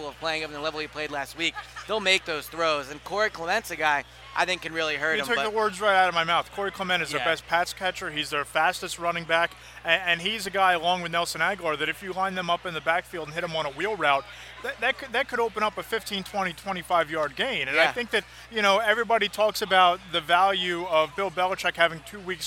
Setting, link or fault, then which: setting, busy venue